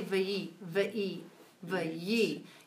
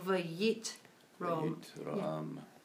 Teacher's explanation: in synagogue world, we don't chop off the y · Shown in: second take